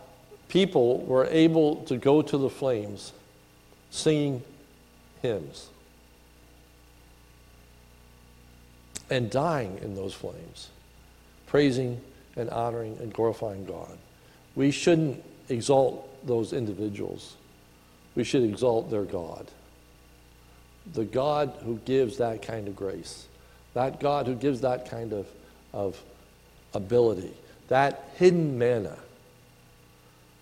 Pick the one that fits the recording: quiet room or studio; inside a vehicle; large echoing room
large echoing room